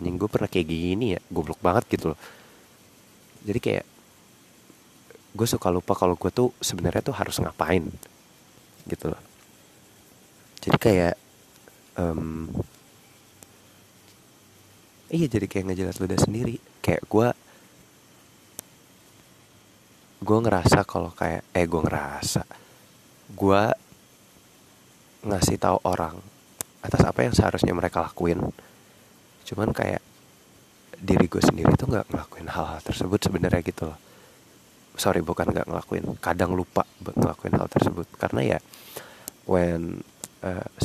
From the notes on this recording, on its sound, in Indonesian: banyak niup mic biasalah podkes rumahan pake earphone